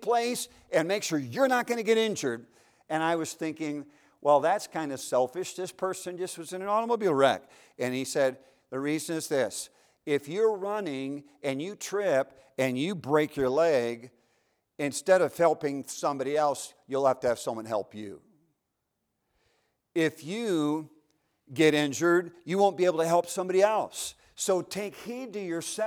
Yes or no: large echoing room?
yes